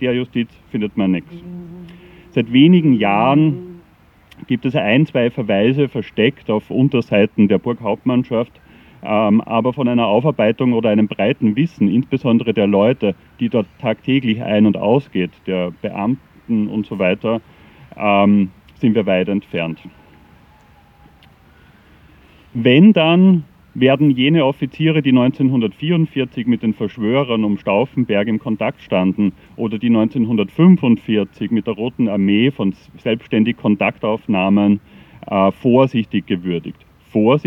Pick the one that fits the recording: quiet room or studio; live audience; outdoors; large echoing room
outdoors